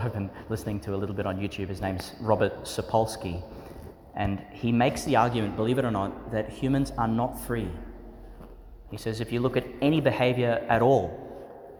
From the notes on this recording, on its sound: Homily for Monday in the Twenty-eighth Week in Ordinary Time, delivered in St Joseph's Cathedral, Rockhampton, Qld.